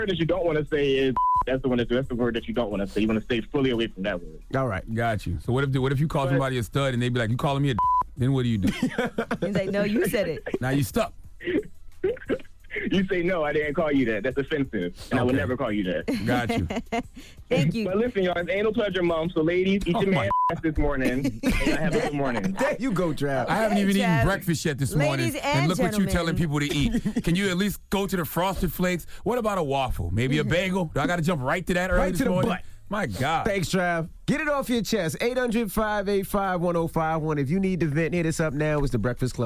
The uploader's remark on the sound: We opened up the phone lines. We had listeners call up for "Shoot Your Shot".